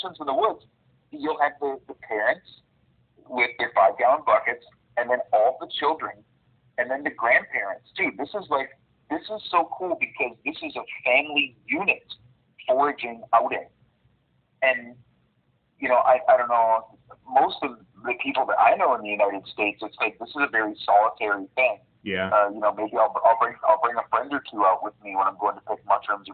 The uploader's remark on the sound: In this episode we have a phone call with forager, chef, and author